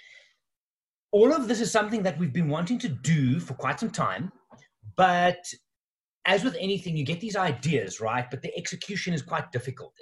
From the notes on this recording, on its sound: In this episode I share the audio of a webinar I hosted online last night. The first of a series of new online offerings from Wild Eye.